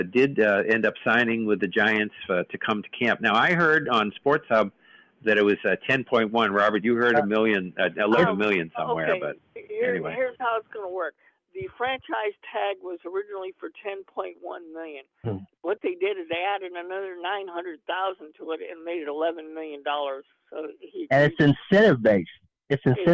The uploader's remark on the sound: take your live calls